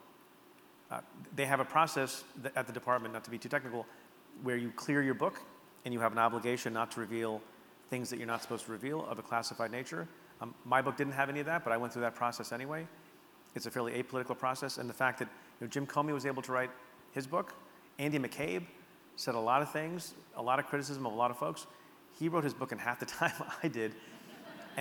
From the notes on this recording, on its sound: In this talk he muses to a Seattle audience. It took place at the Neptune theater March 27th.